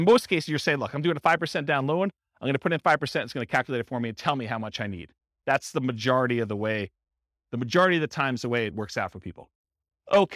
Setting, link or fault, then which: setting, live audience